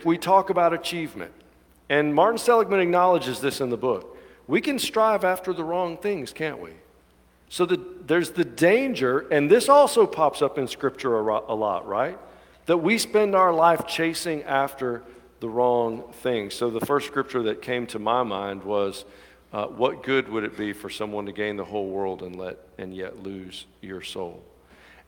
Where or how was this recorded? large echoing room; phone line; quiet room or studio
large echoing room